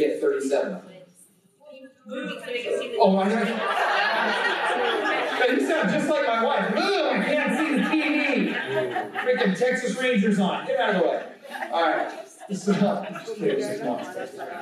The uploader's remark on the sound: presents at the Xplode Conference